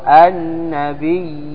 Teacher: مد التمكين هو أن تجتمع ياءان أحدهما مشددة وهي الأولى والأخرى ساكنة، مثل حييتم، هذا يمد مقدار حركتين، أو النبيين، هي الياء الأولى تمد مقدار حركتين